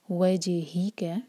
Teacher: جیم پر قلقلہ اور جیم ساکن کے بعد ہا ہے تو ہا پر زور دیں گے